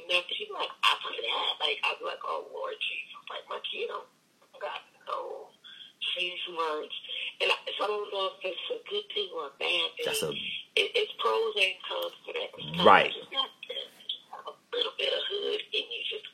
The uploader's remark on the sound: phone in episode